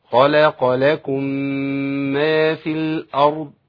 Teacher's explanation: ميم ساكنه مع ميم متحركه، يبقى على طول اسمه ايه؟ ادغام مثلين صغير